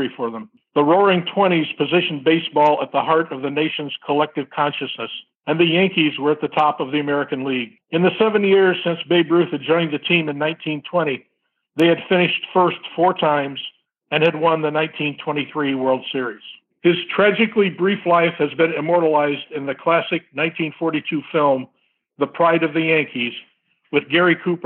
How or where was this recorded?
phone line